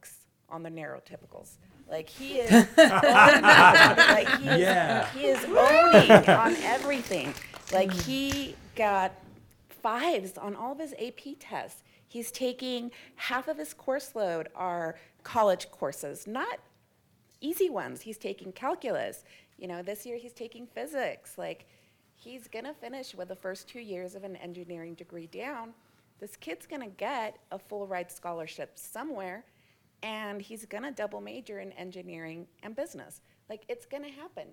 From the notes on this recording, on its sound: In a panel recorded live in front of an audience at the 2023 Eye to Eye National Friends and Allies conference.